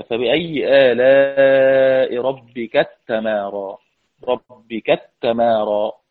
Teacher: في الشاطبية كان السوسي لا يدغم المثلين من كلمة إلا سلككم ومناسككم، لكن انفرد يعقوب بإدغام التاء في التاء من كلمة تتمارى هكذا: فبأي آلاء ربك التمارى، ربك التمارى، بإدغام التاء في التاء منفردة.